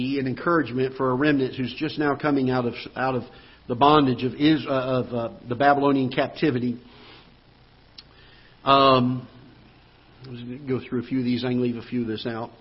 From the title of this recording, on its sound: Ketha Heights Baptist Church ~ Live Broadcast